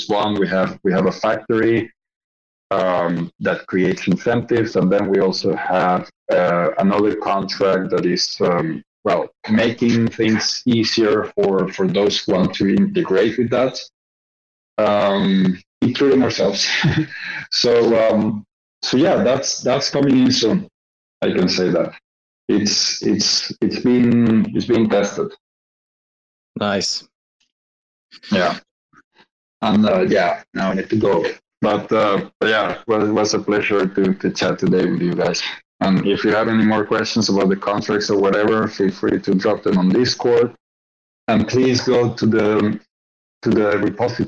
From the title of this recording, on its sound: White Whale Community Call